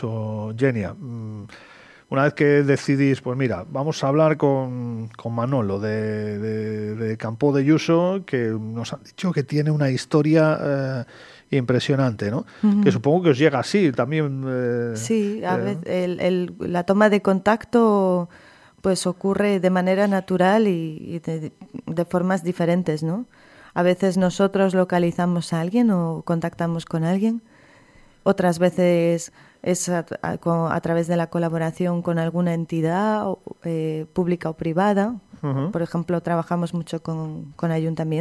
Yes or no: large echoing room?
no